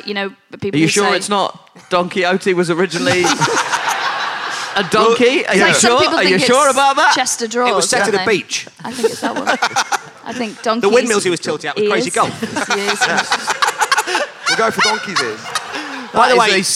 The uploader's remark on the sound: recorded at the wonderful 2017 Machynlleth Comedy Festival